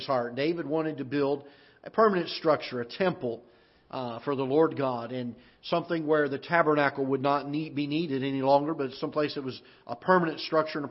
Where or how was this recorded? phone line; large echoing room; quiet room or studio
large echoing room